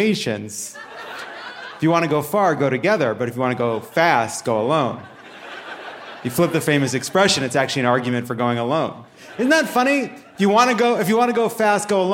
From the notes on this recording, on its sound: Dry Heat and Open Carry (Live from Phoenix!).